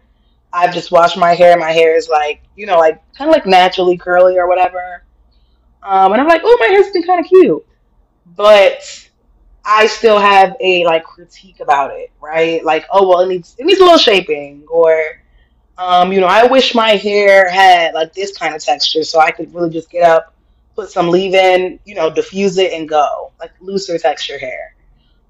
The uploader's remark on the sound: Amidst an absurd amount of technical difficulties.